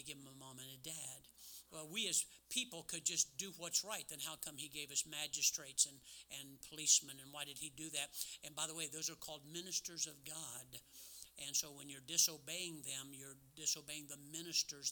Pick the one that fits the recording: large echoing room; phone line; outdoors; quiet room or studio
large echoing room